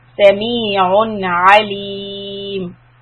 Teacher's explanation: سَمِيعٌ is إِظْهَار. We are going to pronounce the noon clearly, but don't stay on it, don't hold the sound.